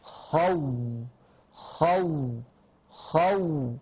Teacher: الشفتين حدث لهم تكور فأنا حاسس بالسكون، غير سكون الواو المادية خالص، هي ساكنة بس سكونها مش محسوس مش ملموس. · Term: سكون حي